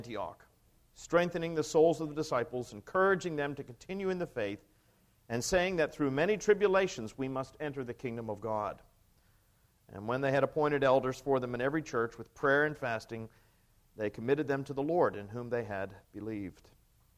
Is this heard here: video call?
no